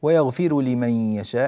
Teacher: ننبه إلى ترقيق الراء هنا وهي مضمومة قبلها مكسور